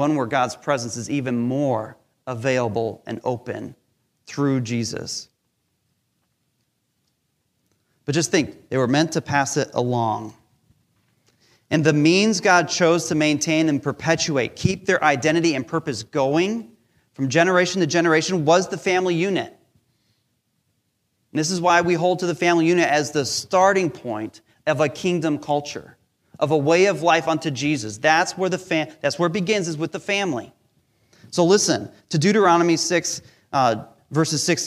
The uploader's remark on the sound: Recorded live during our Sunday Service